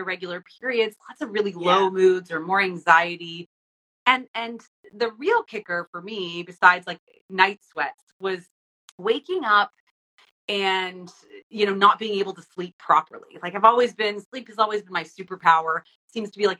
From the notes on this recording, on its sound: Enjoy the replay of The Midlife Makeover Show Live on Instagram